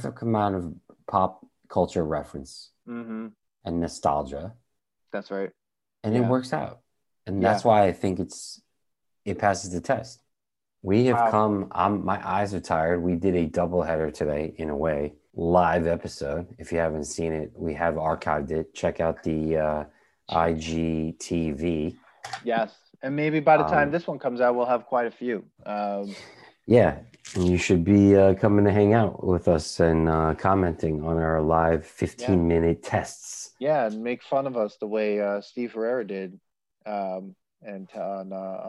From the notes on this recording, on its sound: We recorded this on November 23rd, 2020, on Zoom so there are some small sound discrepancies